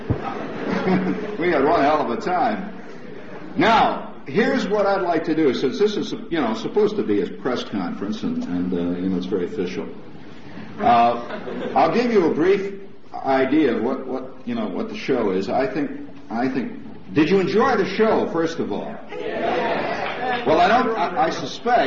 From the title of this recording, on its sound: 1971 Press Conference